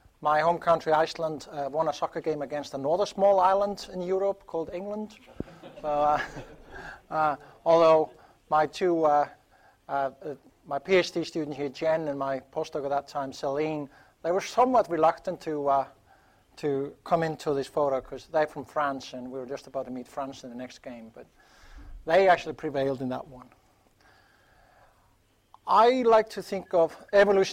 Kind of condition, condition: setting, large echoing room